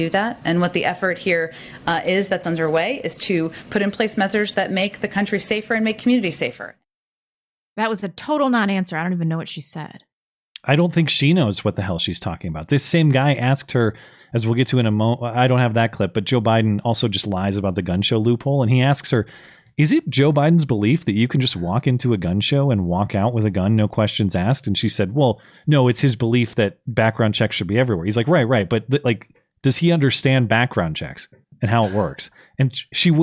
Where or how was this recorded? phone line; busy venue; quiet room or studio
quiet room or studio